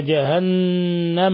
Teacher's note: نون مشددة تغن مقدار حركتين في لفظ جهنم